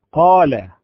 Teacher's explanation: هذه القاف المفتوحة مقلقلة، وعند خروجها من مخرجها تحركت واضطربت حتى تخرج من مخرجها · Term: القلقلة